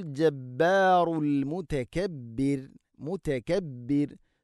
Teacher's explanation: റാഇനെ തർഖീഖ് ചെയ്യണം, നേർപ്പിച്ചുകൊണ്ട് ഉച്ചരിക്കണം